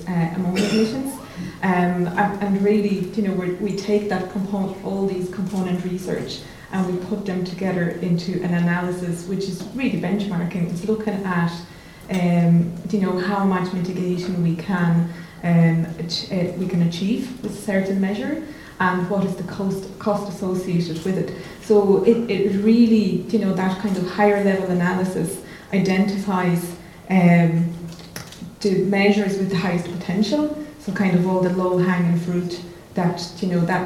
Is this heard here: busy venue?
yes